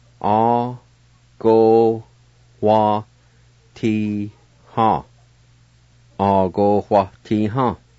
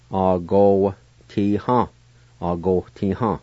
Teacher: most of the time, the A with the W would be silent · Shown in: second take